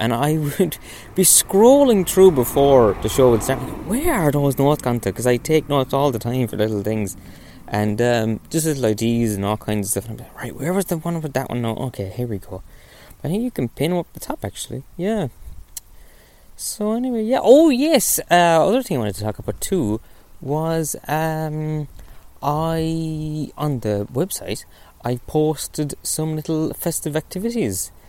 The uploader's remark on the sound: On today's episode I go for a little walk. Then I go indoors.